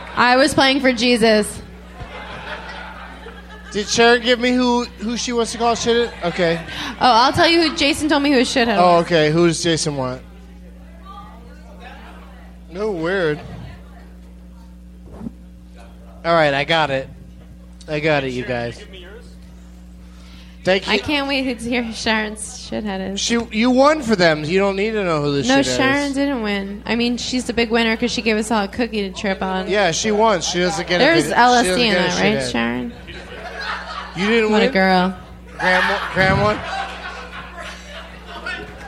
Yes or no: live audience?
yes